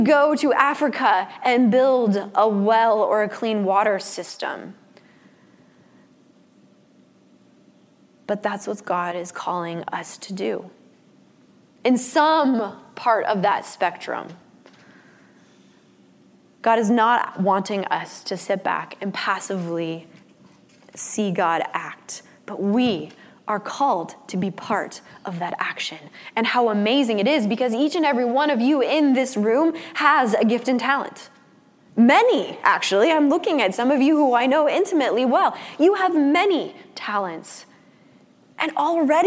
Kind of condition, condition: setting, large echoing room